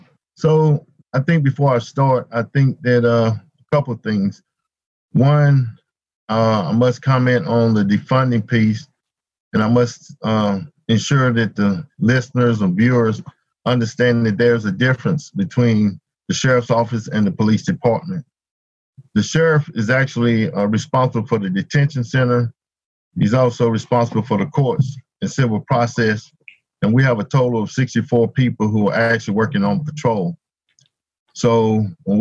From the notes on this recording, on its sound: Blue Ridge Public Radio hosted a live Zoom panel